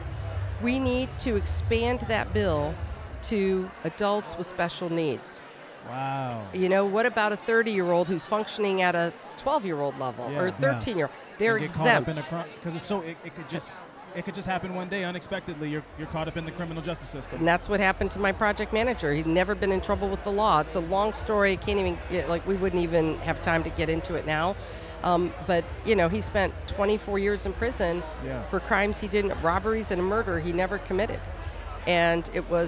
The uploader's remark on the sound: Live From Crime Con! LIVE from Podcast Row at Crime Con Orlando!